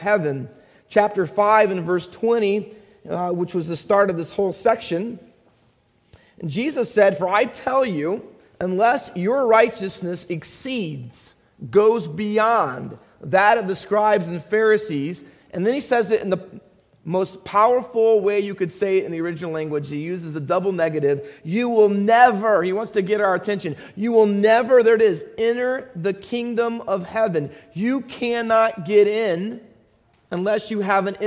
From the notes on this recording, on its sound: Faith Baptist Church in Hamilton, NJ.